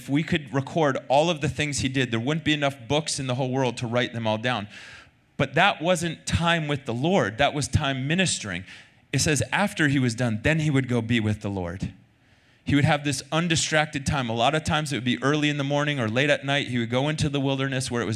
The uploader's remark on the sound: Recorded Sunday night service at Reunion Hawaii.